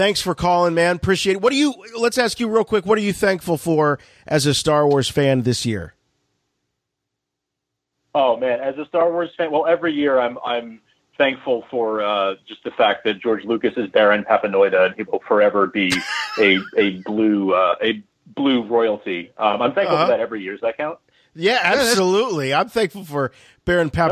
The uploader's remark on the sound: RFR LIVE returned this week featuring wall-to-wall listener phone calls. Our switchboard was flooded.